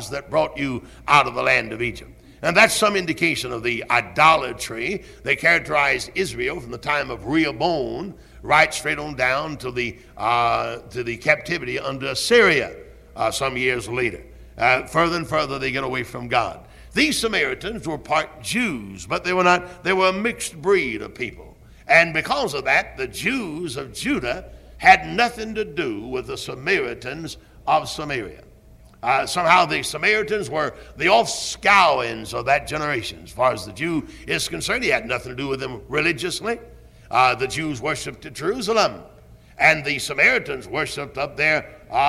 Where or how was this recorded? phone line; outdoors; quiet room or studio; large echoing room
large echoing room